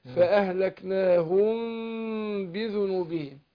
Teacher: لا، فأهلكناهم ده إخفاء شفوي، ميم ساكنة وجي بعدها باء، فبنخفي الميم عند الباء، بس بيبقى في انفراد يسير جدا بين الشفتين